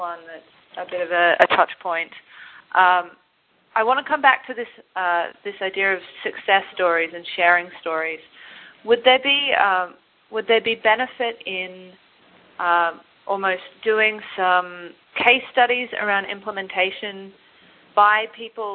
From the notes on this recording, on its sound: Call recorded on November 3, 2010.